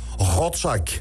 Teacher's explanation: Er zijn mensen die komen uit het westen van het land en die hebben heel veel moeite met een rollende R. En wij hebben een hele gutturale R. Wij hebben een R die helemaal diep in je nek zit. Eigenlijk bijna tegen de harde G aan.